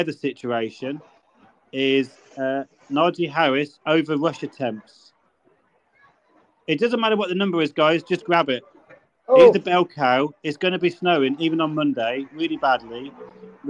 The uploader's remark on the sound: Live on the bus. Pls note there is background noise.